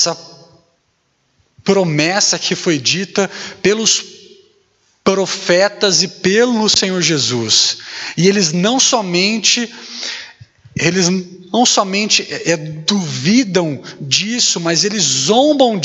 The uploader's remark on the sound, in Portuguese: Mensagem gravada na Igreja Batista Jardim Minesota